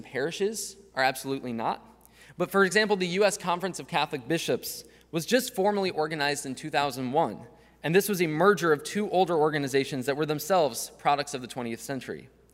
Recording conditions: live audience